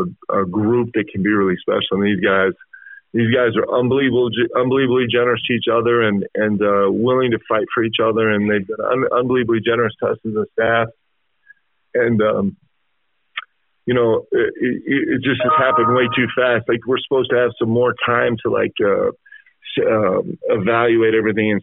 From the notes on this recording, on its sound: teleconference with the media